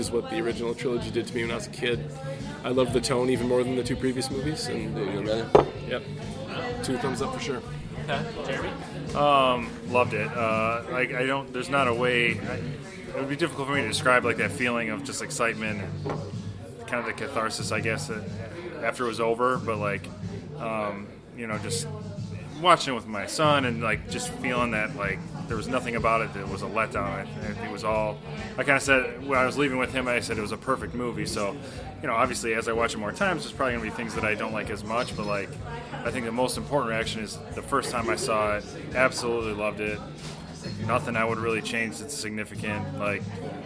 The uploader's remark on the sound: terrible audio quality and terrible blues music pumped your way from a recording done at a local bar